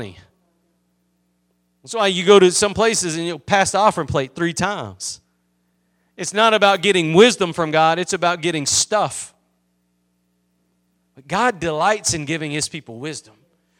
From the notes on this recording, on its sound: Preached at Gospel Lighthouse in Bossier City, La.